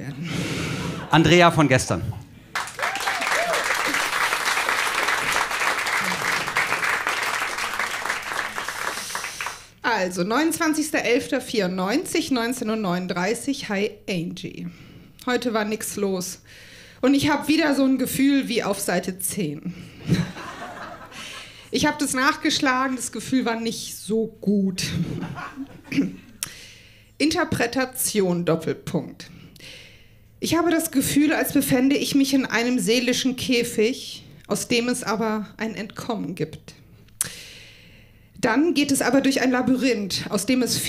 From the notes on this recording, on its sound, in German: Auswahl der Beiträge von der „texte von gestern“-Liveshow. Im Monarch, Berlin. Heißen Dank an den Monarch, unser tolles Publikum.